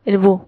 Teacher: Los nicaragüenses no usamos la S al final.